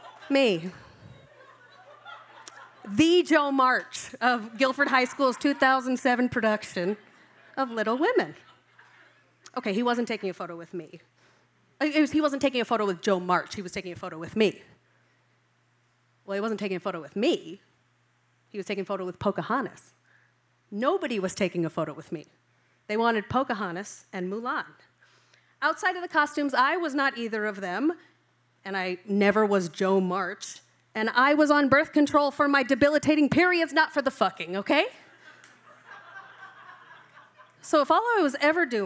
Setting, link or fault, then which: setting, live audience